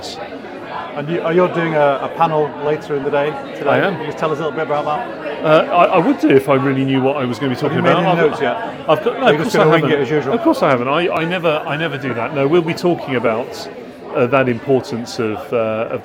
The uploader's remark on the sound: These interviews were recorded at Barclay's Head Office in Canary Wharf for Trans in the City's Student Ambassadors Launch Event during Trans Awareness Week.